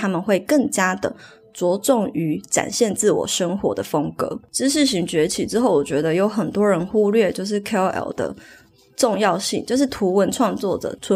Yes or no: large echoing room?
no